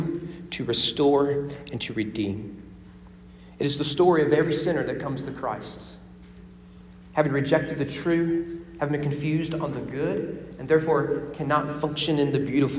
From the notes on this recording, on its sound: Sermon preached at The Frankfort Christian Academy on February 21, 2024 during chapel worship.